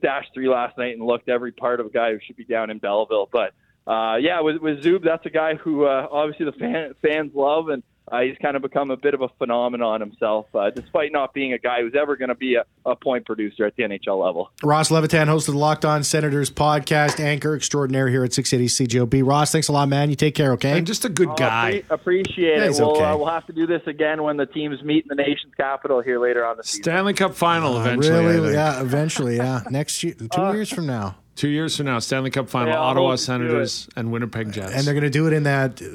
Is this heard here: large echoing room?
no